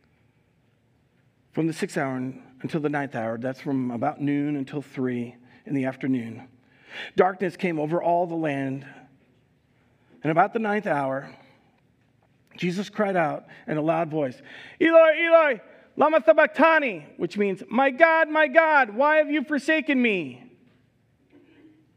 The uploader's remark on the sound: Recorded live at Word of Life Church in Le Sueur, Minnesota on May 1, 2022